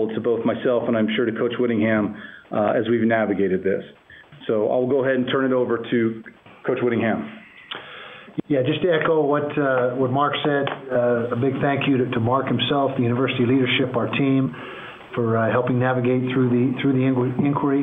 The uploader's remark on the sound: University of Utah - Press Conference. The University of Utah football program held a teleconference on Wednesday afternoon.